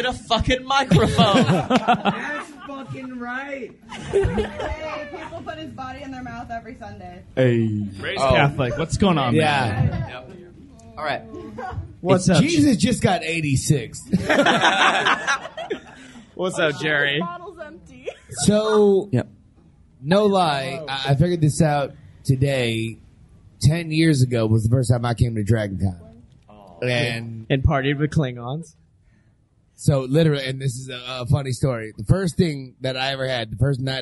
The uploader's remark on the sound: Live from Dragon-Con! We actually performed live at Dragon-Con.